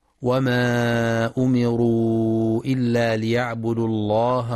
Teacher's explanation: ينتبه القارئ للمد المنفصل في وما أمروا، حيث يمد بمقدار 4 أو 5 حركات، وينتبه لتحقيق ضم الهمزة وكسر الميم في أمروا مع تفخيم